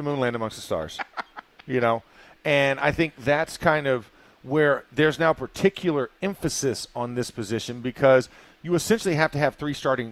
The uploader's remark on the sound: In the Locker Room Live from Steelers Camp Day 5.